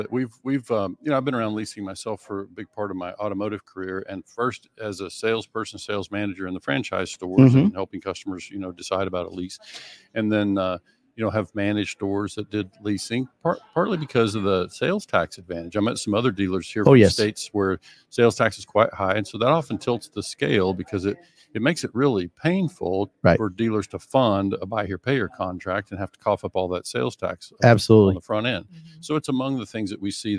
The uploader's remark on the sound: LIVE from San Diego for the LHPH Summit.